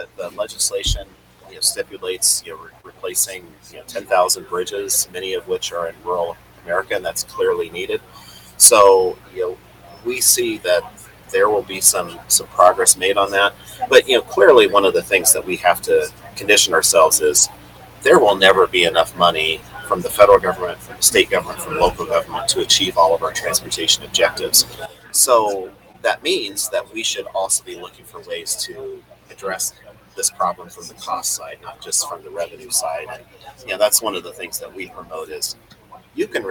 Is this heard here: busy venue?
yes